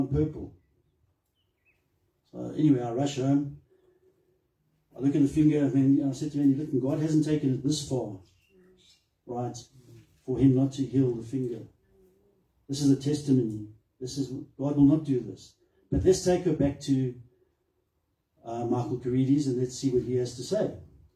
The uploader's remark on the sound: Recorded Sunday, 19 March 2023 at Love Beyond in Harveston.